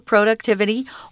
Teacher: we can say this word as I read it um, productivity with a long O, productivity, or productivity,.